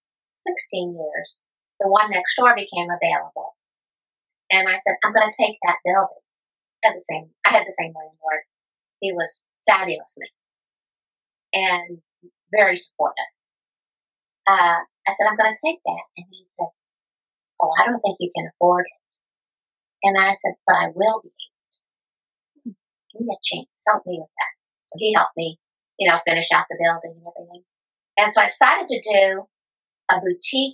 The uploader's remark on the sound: Podcast Audio Disclaimer: Due to the circumstances of this recording, which took place live and in person, there might be occasional imperfections or variations in sound.